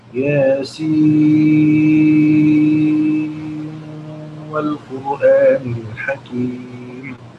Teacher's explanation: هو إدغام النون الساكنة من ياسين في الواو من والقرآن الكريم